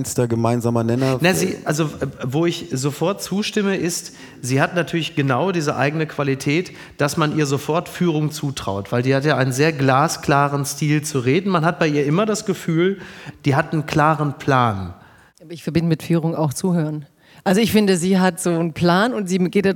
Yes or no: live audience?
yes